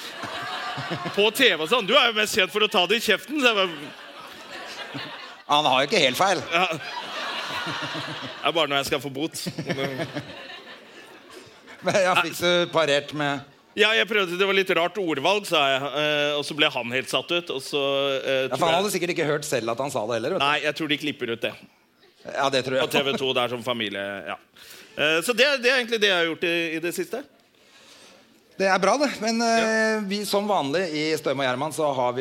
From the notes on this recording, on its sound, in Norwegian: LIVE fra Oslo Podfest. By Moderne Media.